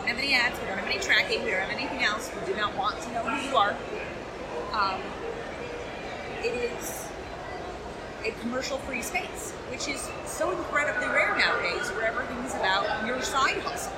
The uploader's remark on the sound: Recorded live at FanExpo Chicago.